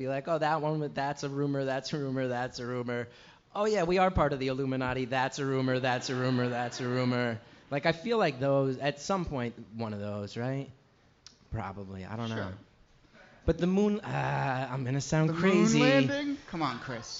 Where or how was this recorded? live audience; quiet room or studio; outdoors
live audience